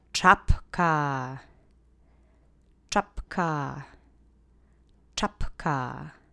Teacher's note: And you'll wind up with the phoneme ch, ch, ch. Accent is on that first syllable, so really punch up the ch for me.